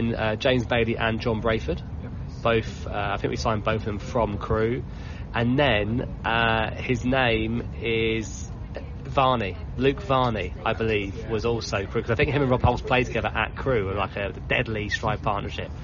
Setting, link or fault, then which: setting, busy venue